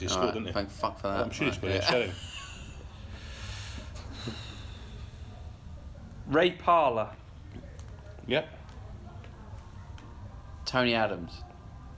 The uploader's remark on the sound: Once again we are recording at The National Theatre. With a piano in the room it would be rude not to play.